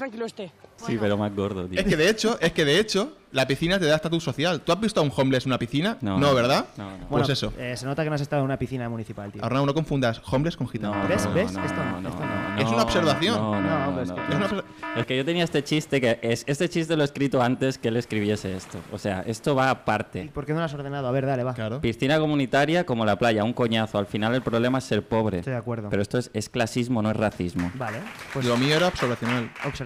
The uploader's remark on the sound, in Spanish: ¡En directo desde la playa!